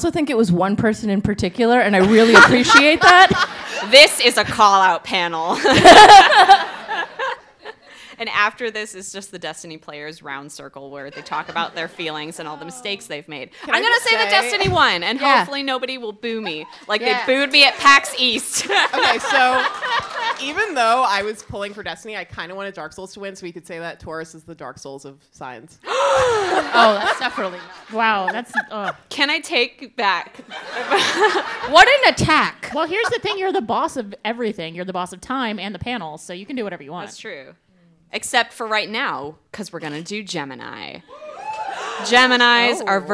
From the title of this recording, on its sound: The Polygon Show LIVE at FlameCon 2018